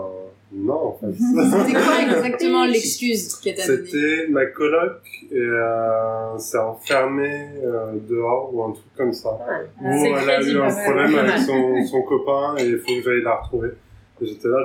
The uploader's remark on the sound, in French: on s'excuse pour le bruit du frigo en fond, les aléas de la prod en roue libre à l'Iphone